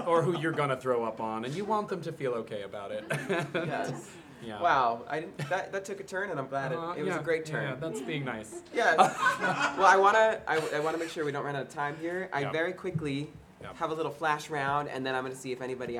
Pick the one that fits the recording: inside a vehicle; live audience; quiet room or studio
live audience